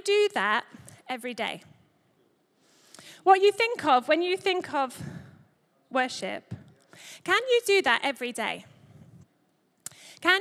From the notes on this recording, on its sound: Recorded live at Life Church Lancashire - 30th April 2023